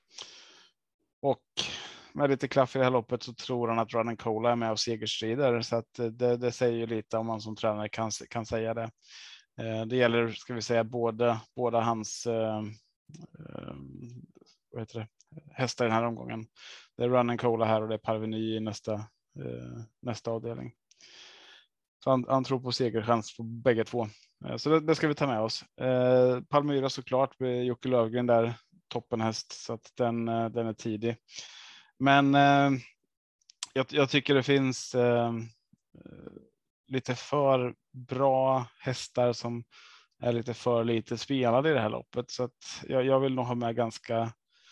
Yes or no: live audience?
no